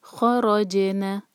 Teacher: فَإِنْ، نون کلیئر، خا ہیوی، را ہیوی اور جیم پر قلقلہ